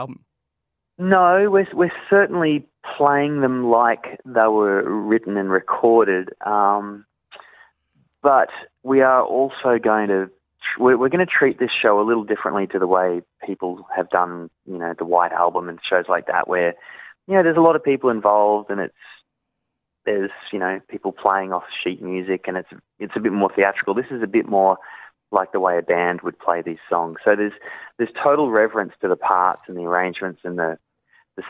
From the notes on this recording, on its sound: jumped on the phone for a chat